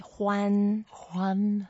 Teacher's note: It's a first tone, flat.